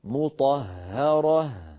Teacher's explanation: أيضا في الآية 57 وقفنا على قوله تعالى لهم فيها أزواج مطهرة، مطهرة فيها هاءان، الهاء الأولى مشددة مفتوحة والهاء الثانية ساكنة عند الوقف، وكلتا الهائين بحاجة إلى بيان هكذا.